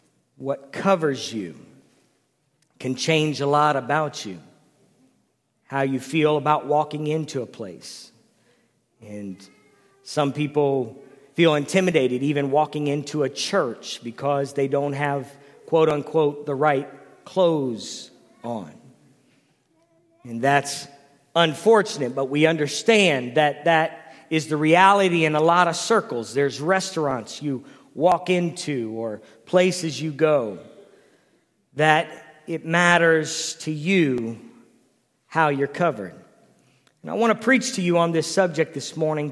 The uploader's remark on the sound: Previously recorded sermons from the Calvary Church in Cincinnati Ohio.